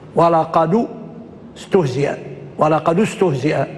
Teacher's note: دال ساكنة التقت بساكن مثلها، فحركنا الساكن هذا بالضم تخلص من التقاء الساكنين، قلنا ولقد استهزئ يتضم.